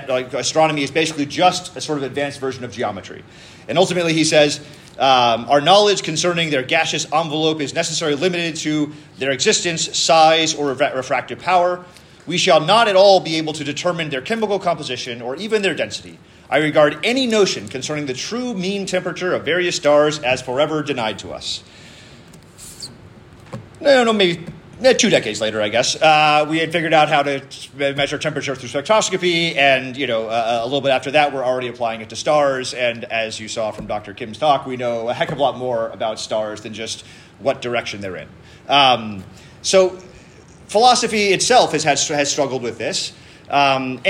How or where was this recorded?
live audience